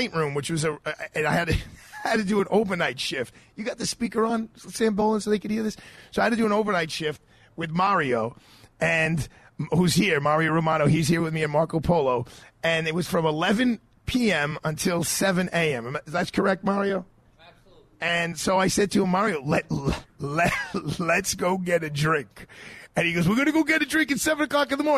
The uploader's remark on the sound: LIVE FROM MARCO POLO RISTORANTE.